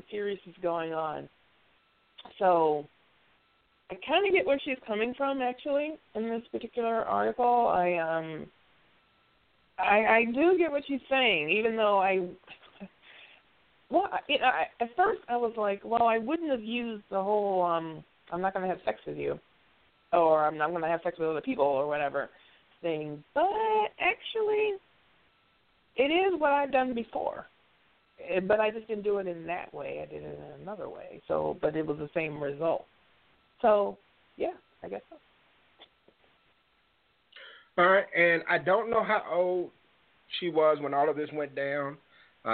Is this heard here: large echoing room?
no